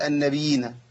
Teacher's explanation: خففت الياء المشدده وخليتها ياء واحده